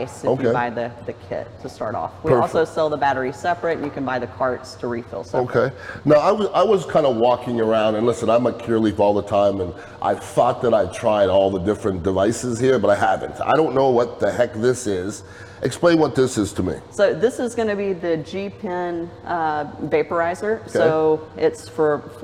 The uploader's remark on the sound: Several interviews from the Florida Cannabis Festival.